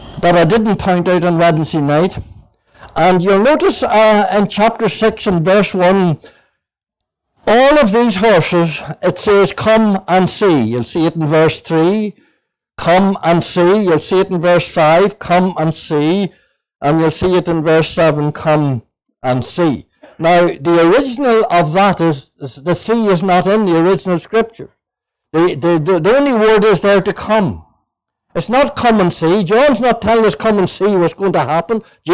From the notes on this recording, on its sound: (Junction 13 Gospel Mission). This audio was recorded at the Lifeboat Fellowship, Grange Corner, Moy.